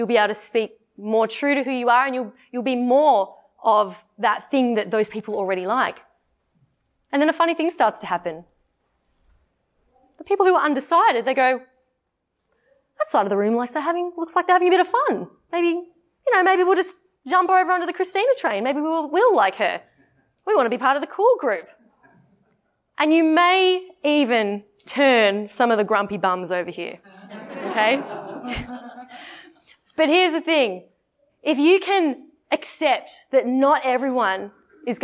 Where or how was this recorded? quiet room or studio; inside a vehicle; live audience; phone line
live audience